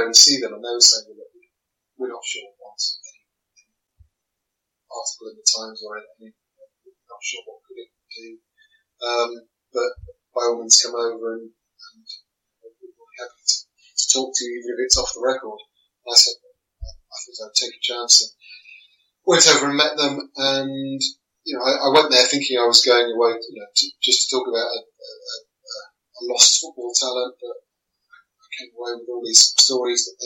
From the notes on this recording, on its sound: Apologies for the poor quality of sound in this episode.